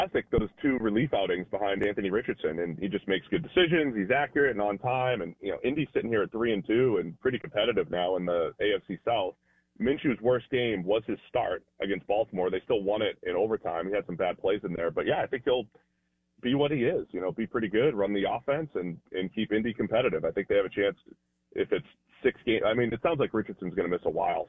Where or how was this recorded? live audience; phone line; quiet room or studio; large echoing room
phone line